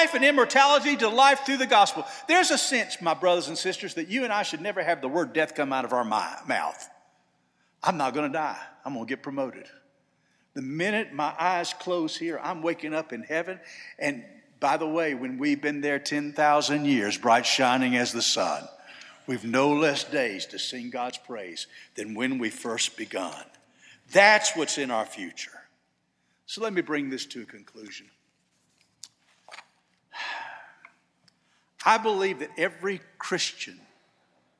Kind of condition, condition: setting, large echoing room